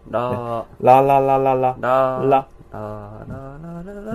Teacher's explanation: L の方は、明るく発音します